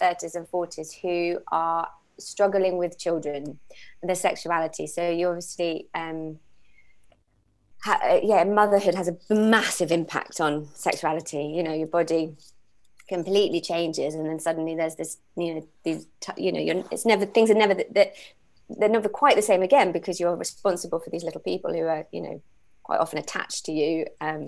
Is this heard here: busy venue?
no